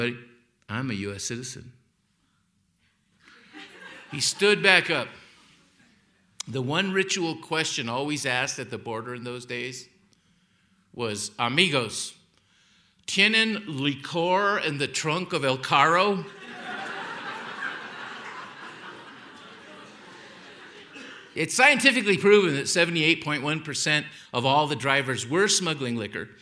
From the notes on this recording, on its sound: Held on stage in Aspen, Colorado as part of an Aspen Words lecture series. Aspen Words is the literary program of the Aspen Institute.